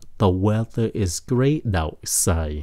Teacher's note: Tại chữ T của cái chữ great nó nằm trên giữa chữ A với lại chữ O. Cho nên người Mỹ hay phát âm nó là chữ D lắm, âm D.